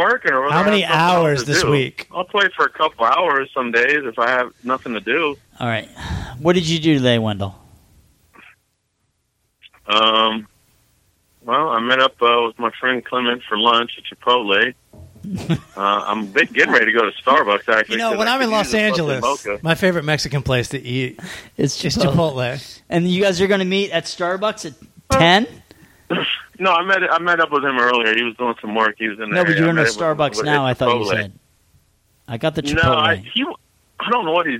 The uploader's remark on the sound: take listeners' phone calls